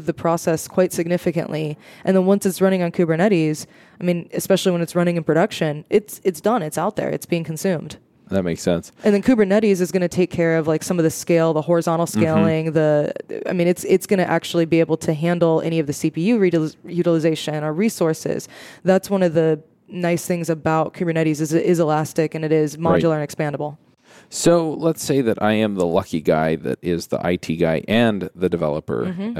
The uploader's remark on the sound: Coming to you live from the podcast booth at Microsoft BUILD